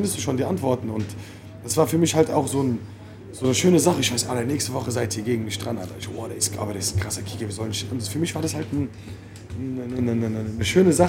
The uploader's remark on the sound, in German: diese Folge wurde direkt vom Kiosk am Hafen aufgenommen, genauer gesagt vom Hafenplatz 1-3.